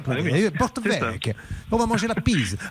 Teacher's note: dans l'accent corse, on ne prononce pas la dernière voyelle